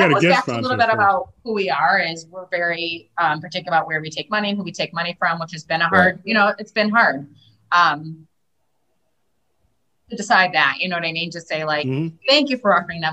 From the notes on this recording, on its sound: Recorded Live on Zoom 6/28/2021